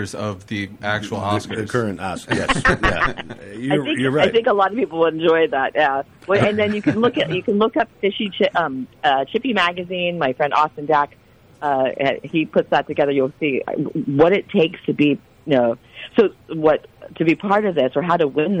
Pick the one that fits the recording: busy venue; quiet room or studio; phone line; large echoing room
phone line